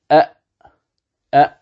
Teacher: الهمزة تخرج من أقصى اللسان